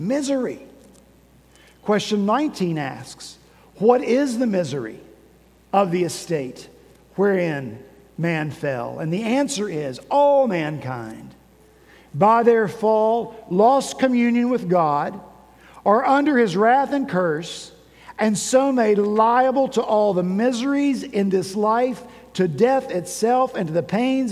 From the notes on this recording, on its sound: At Redeemer Presbyterian Church in Charleston, SC